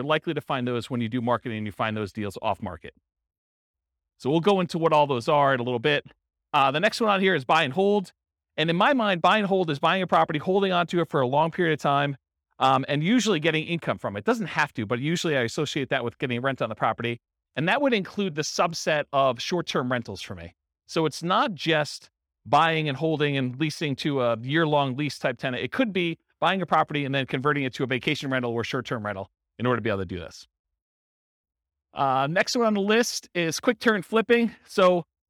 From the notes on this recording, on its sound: Real estate entrepreneurs in Sunnyvale, California. This was a live class recorded.